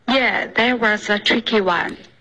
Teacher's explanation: That was 带了儿化音了